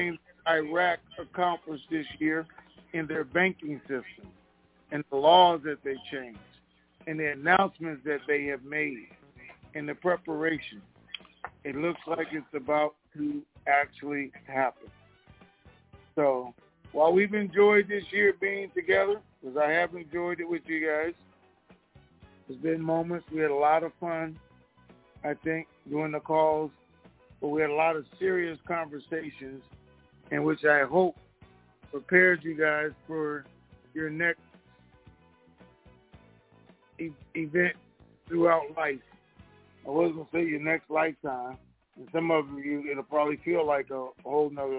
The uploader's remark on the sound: TNTSuperfantastic Conference Call